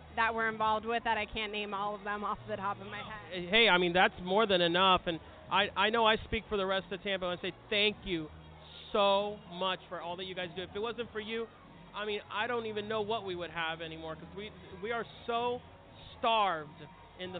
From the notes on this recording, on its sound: Suncoast Credit Union Gasparilla International Film Festival 2017. Airing a couple audio clips from interviews he conducted while at the festival.